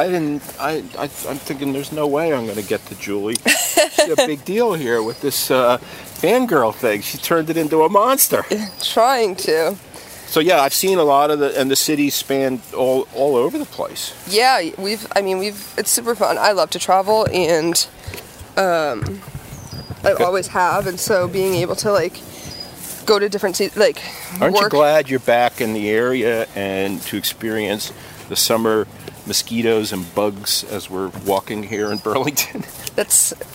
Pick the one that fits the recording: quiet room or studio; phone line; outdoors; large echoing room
outdoors